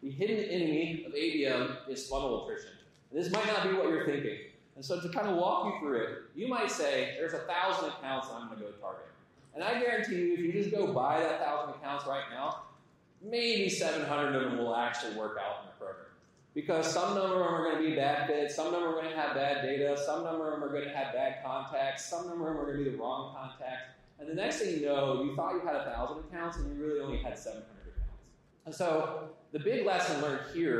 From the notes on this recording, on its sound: Audience Q&A